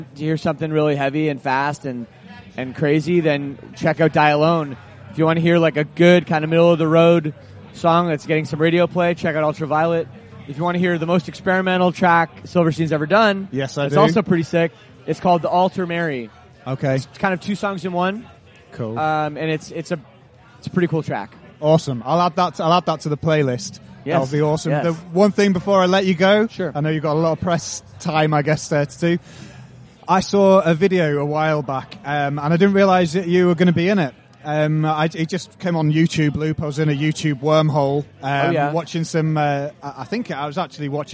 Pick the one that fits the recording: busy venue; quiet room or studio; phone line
busy venue